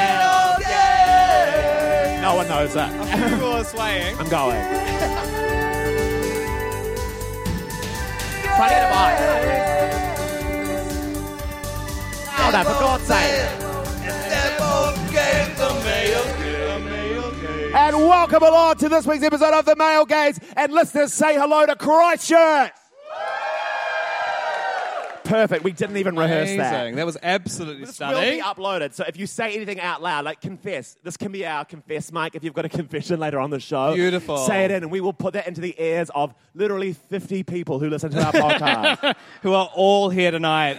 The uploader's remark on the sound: Live in Christchurch